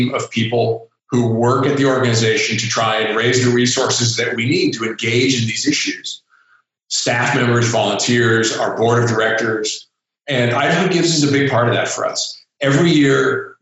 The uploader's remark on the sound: Our team hopped on Zoom to check-in and see what's new.